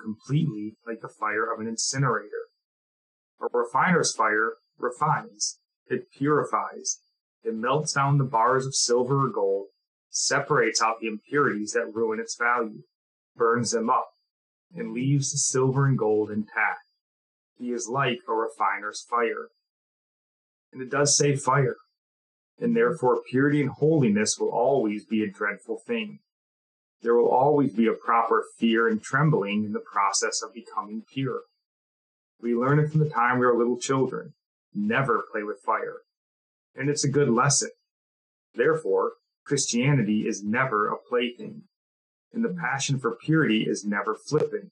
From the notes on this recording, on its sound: Let me apologize for the audio. We are recording remotely, cheap mic and heavy AC running in the background.